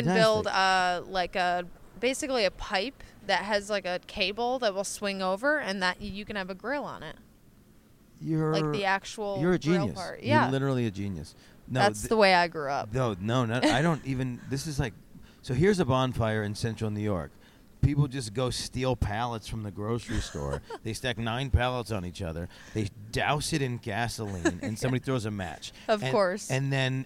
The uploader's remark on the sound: During Exxxotica. Exxxotica Chicago.